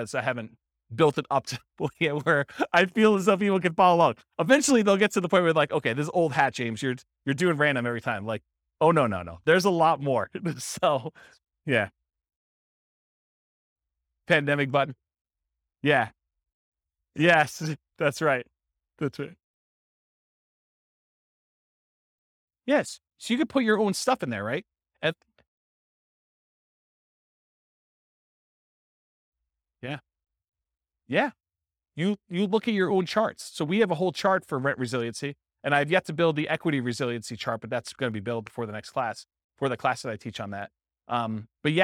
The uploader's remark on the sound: This was a live class recorded